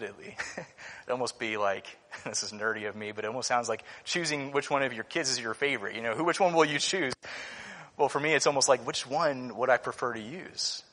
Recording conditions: large echoing room